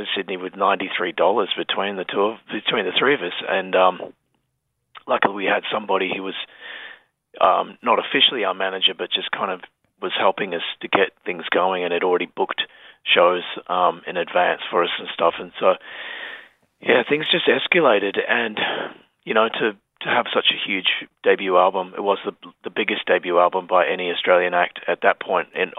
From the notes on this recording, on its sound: jumped on the phone